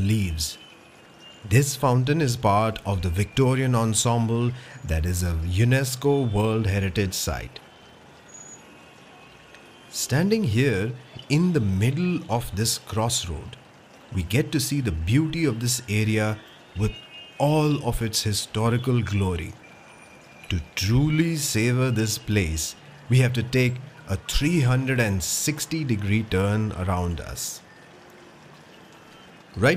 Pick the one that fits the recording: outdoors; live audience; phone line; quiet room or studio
outdoors